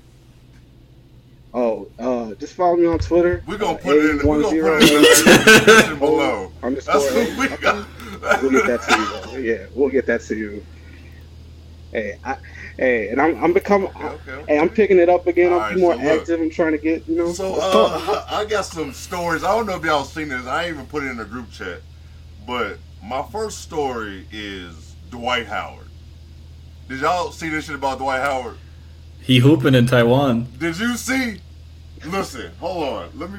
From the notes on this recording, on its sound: SOME AUDIO ISSUES